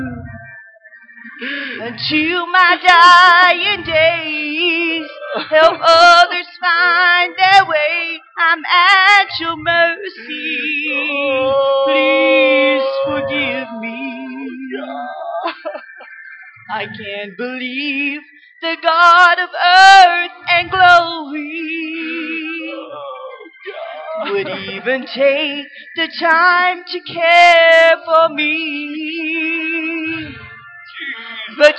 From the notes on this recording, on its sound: This message was broadcast live from First Pentecostal Church of Silsbee, Texas